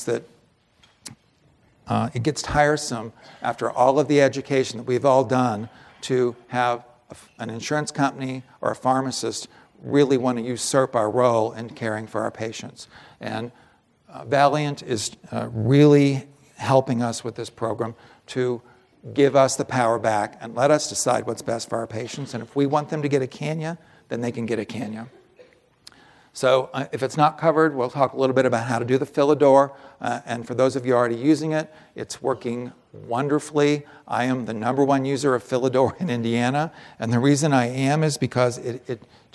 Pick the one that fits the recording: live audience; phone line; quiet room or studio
live audience